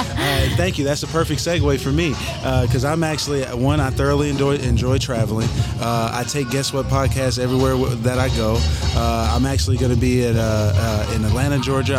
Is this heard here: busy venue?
yes